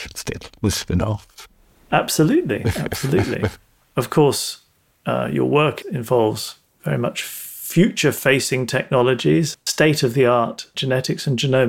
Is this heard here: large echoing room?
no